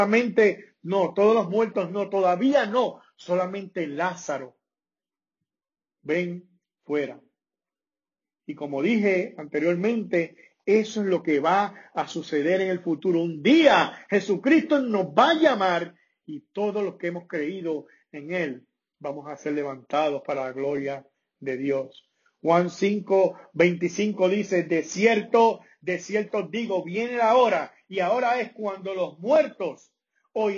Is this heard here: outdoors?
no